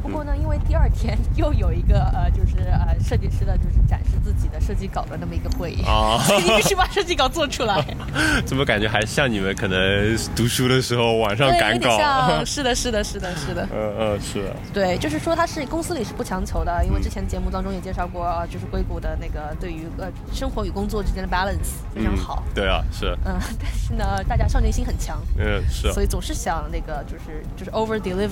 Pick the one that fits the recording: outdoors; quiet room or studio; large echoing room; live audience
outdoors